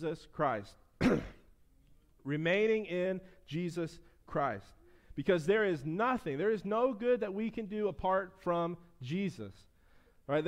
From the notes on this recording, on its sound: preached at his church (First Baptist Church of Floral City, Fl)